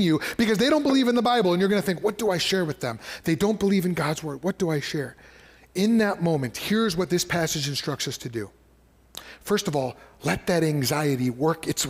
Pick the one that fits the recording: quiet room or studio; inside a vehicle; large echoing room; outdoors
large echoing room